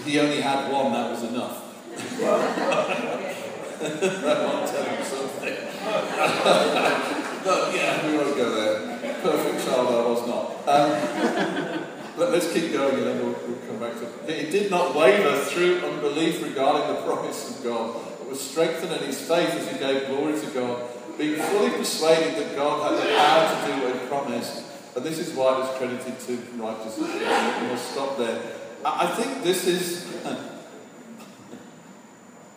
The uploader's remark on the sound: Sorry for the poor recording quality.